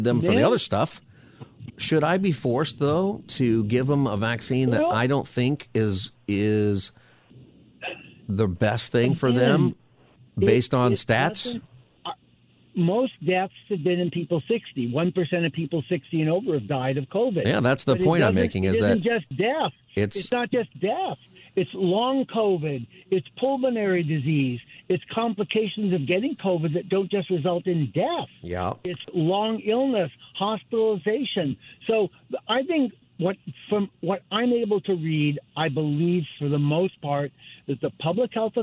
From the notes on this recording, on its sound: takes you calls on any topic for Open Phone Friday